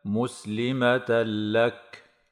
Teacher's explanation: مسلمة لك إدغام بغير غنة لوقوع اللام بعد التنوين